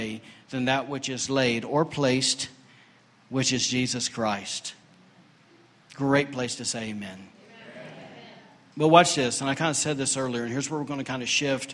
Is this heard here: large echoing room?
yes